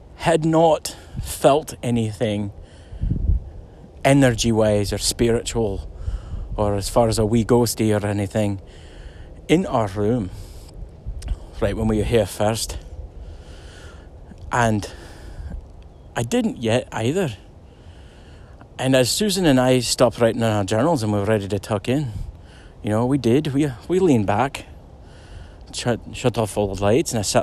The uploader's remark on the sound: A ghost story recorded on a hike through FW Kent Park.